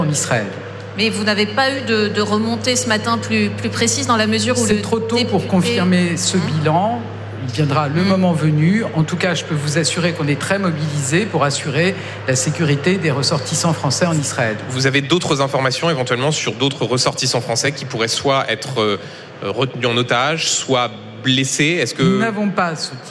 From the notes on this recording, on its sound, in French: en direct et en public